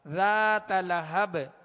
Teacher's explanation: ذات لہب با کو ساکن کر دیا لہذا یہاں قلقلہ ہوگا